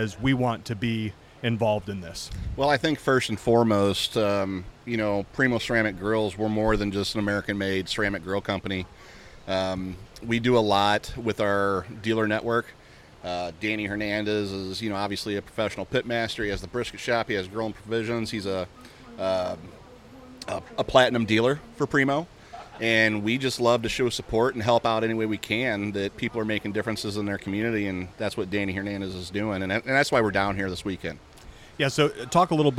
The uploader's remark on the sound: We are LIVE from the BBQ Love Fest in Tampa Florida.